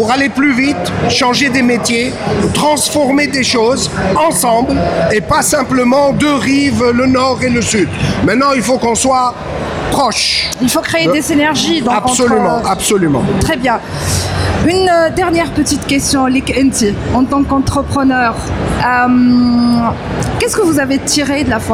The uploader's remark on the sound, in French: DigiClub Special Edition : En Direct de Paris. Nous avons interviewé au salon VivaTech 2023.